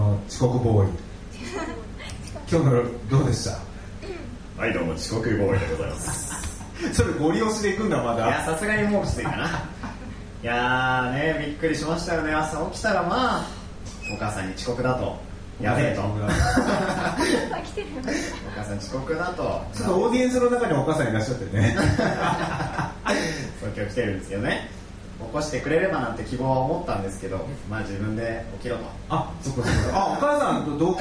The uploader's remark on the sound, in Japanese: ライブ後のライブハウスでの公開ポッドキャスト収録